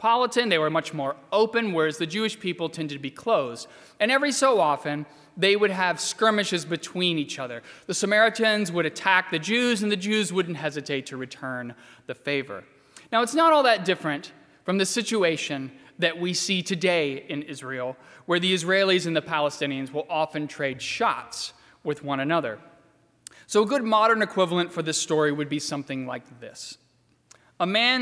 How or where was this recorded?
large echoing room